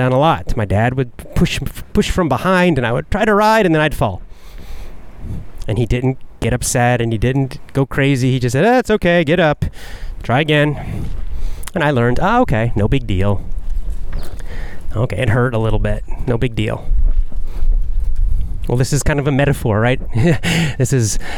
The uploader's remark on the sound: Walk n Talk